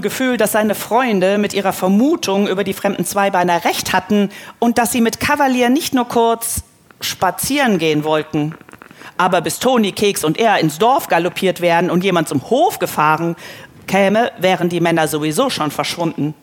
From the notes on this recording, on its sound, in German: LIVE* von der Frankfurter Buchmesse. Noch einmal live von der Frankfurter Buchmesse. Freut Euch auf die Fragen vieler kleiner Messebesucher.